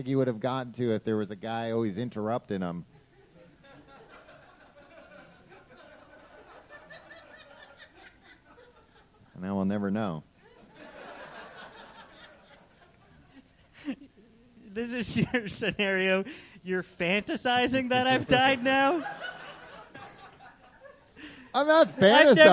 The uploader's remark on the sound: This show was recorded live before a studio audience in Chicago.